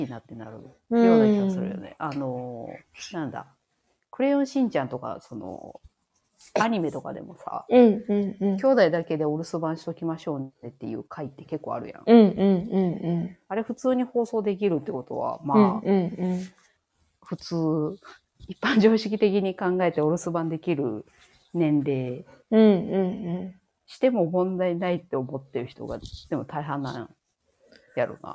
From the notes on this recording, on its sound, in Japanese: 収録なので、リアルタイム情報ではないです。子どもの声が入っています。コラボ収録。Stand.fm。